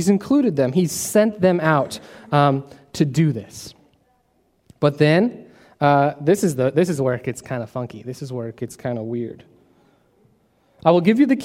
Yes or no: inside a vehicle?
no